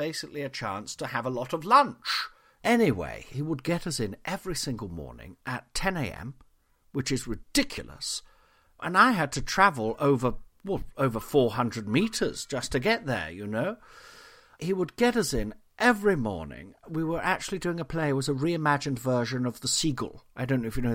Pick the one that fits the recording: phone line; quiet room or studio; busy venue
quiet room or studio